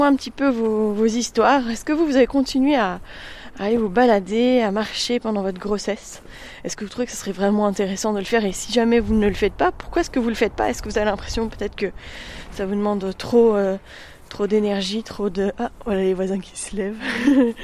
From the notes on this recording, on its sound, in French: Je vous emmène en balade matinale, défi créatif du jour, enregistrant cet épisode tout en déambulant dans le village. Il est 7 heures du matin, l'église vient de sonner.